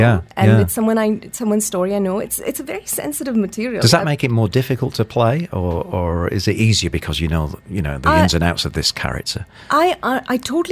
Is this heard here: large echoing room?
no